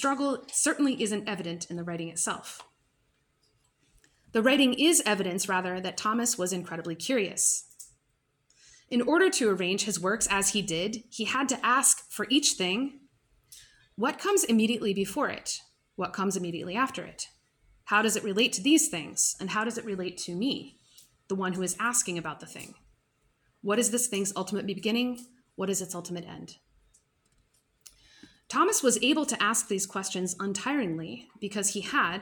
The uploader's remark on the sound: This lecture was given on September 28th, 2023, at the University of Illinois at Urbana-Champaign.